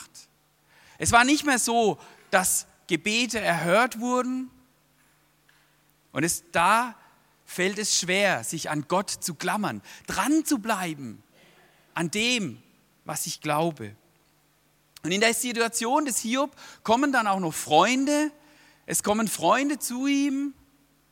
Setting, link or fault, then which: setting, large echoing room